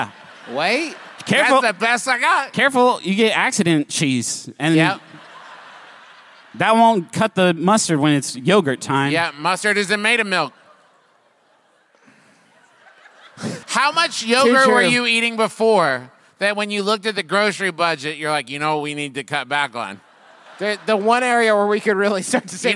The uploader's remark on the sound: Face 2 Face. LIVE from beautiful San Jose.